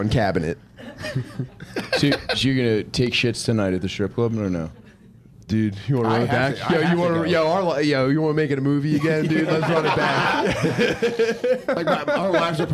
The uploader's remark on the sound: Live From Skankfest